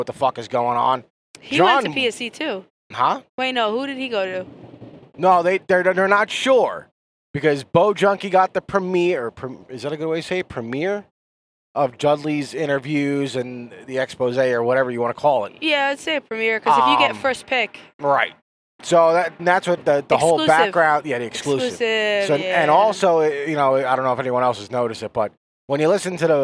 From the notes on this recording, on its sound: After range time chat in the car.